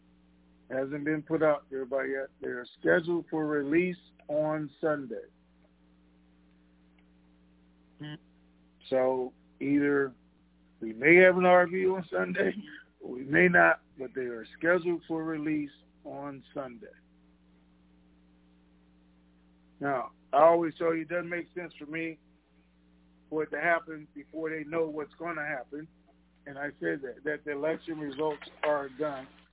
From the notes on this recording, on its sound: TNTConference Call